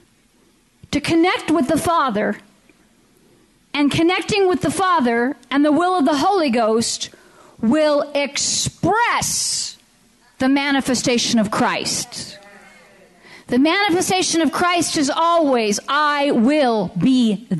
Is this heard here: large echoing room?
yes